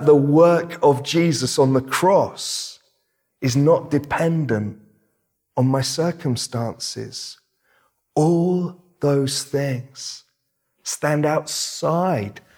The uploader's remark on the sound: This sermon was preached at Welcome Baptist Church on Sunday 24th October 2021.